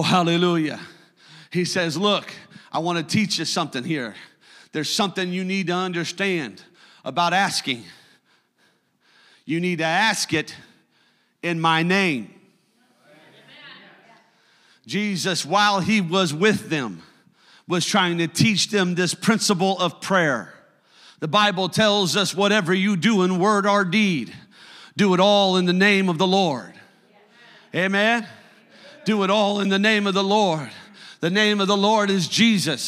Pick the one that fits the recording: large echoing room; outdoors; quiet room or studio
large echoing room